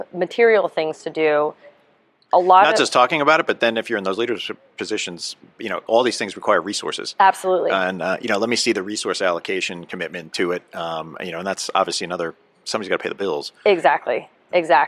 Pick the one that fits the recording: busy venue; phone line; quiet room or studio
busy venue